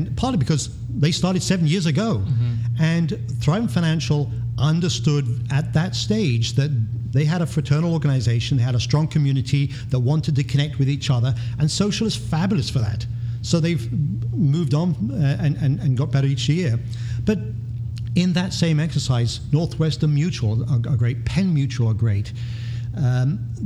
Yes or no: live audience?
yes